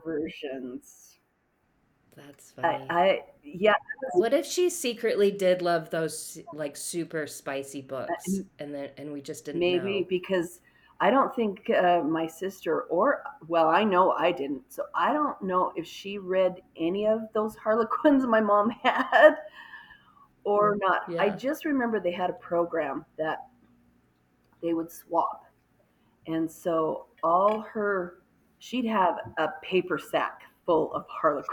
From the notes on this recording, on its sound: The audio was doing some shady things.